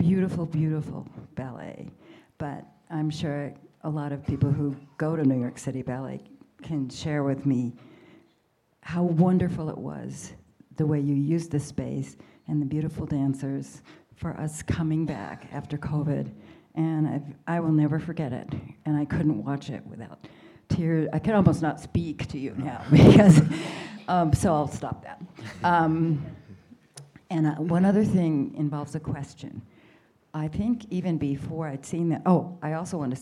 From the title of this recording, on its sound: LIVE from the Vail Dance Festival